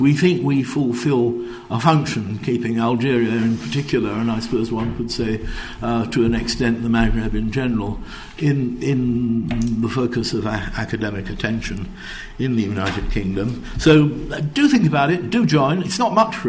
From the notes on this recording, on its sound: In this lecture and book launch